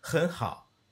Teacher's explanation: And ha is because you're getting this glottal stop not having to finish all the way because it's at that bottom arc of the third tone.